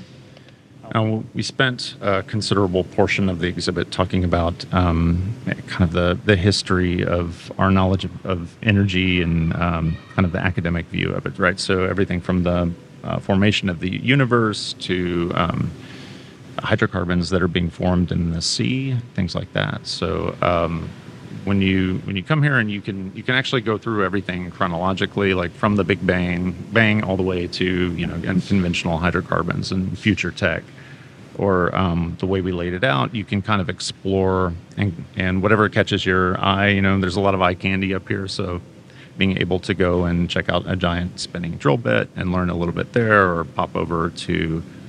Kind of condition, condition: setting, busy venue